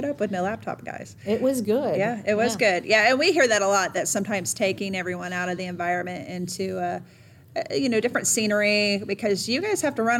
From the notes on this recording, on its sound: This episode was recorded during our 2022 DNV Healthcare Symposium.